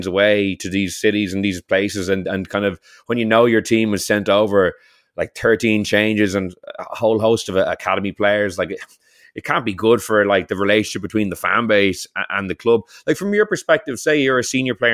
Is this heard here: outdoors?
no